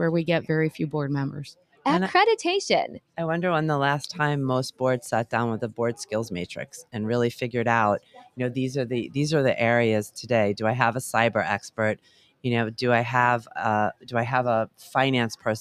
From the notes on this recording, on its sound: LIVE from the MSCHE Annual Conference. Recorded LIVE & in person from the Middle States Commission on Higher Education (MSCHE) 2023 Annual Conference, in Philadelphia, PA.